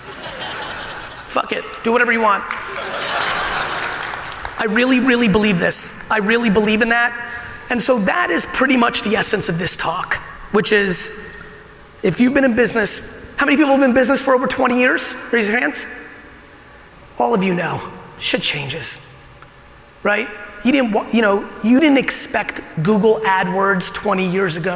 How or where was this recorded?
live audience